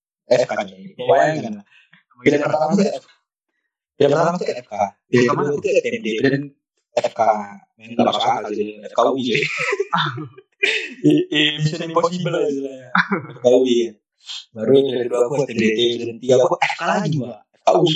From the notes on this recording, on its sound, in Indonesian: mohon maaf untuk kualitas audio yang cukup buruk